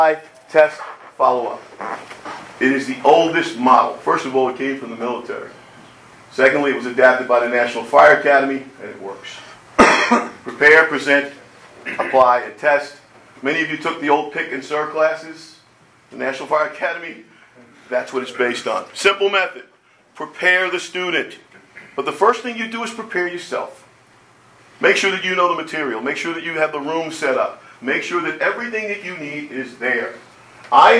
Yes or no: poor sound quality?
yes